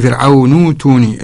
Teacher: إذا قرأ ورش يبدل هذه الهمزة الساكنة حرف مد